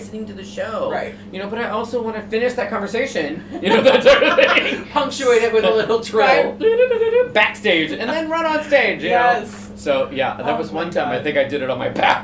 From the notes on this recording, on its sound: Coming at you live from the dressing room at the Ambassador theater. We sat down between shows on a two-show day of Chicago on Broadway.